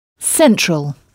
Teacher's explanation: on frappe la syllabe qui vient avant la terminaison en « all », donc « central »